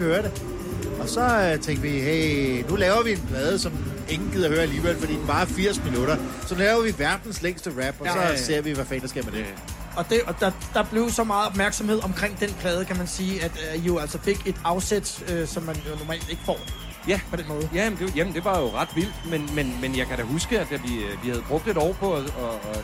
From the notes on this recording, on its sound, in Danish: Podcast fra en Smukfest special af Total90er sendt fra festival pladsen. På festivalen i Skanderborg.